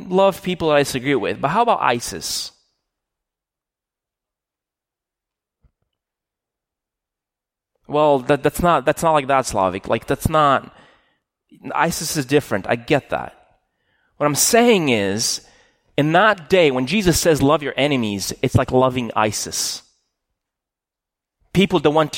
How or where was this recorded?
large echoing room